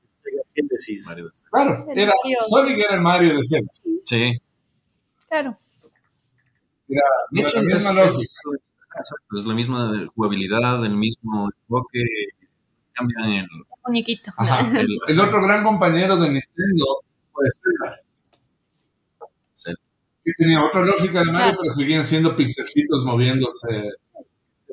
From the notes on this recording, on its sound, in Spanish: Lamentamos la calidad de audio en este episodio